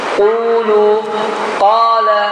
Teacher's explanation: qaf hərfi əgər fəthə ilə, damma ilə gələrsə, qalın oxulur.